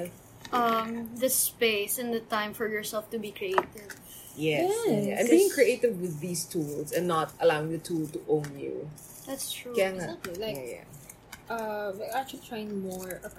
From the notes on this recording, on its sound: This has atmospheric sounds again.